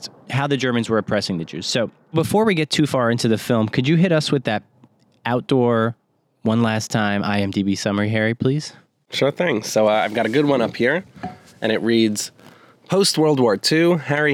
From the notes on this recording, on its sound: head outdoors for a special in-person recording